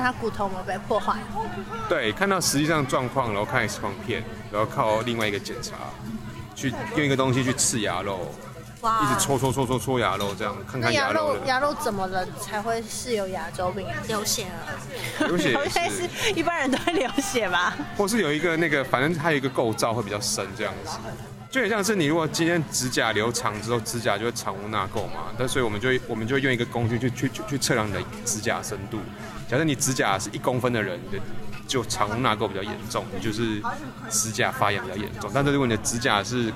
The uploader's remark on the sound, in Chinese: 本集在戶外錄音